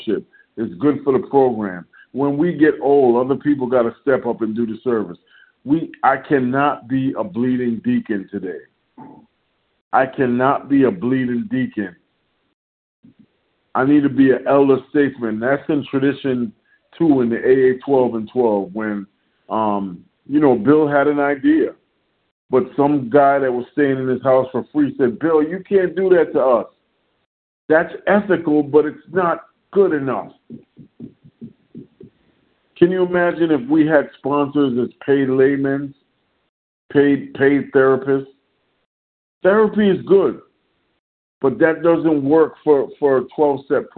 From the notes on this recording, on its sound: 100 Pounders Phone Meeting, 11/11/23